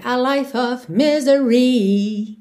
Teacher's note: Normalmente a sílaba tônica é mesmo a primeira, misery, mas aqui na música a gente tem a life of misery, então o I desse Y é alongado, acaba ganhando aí uma força extra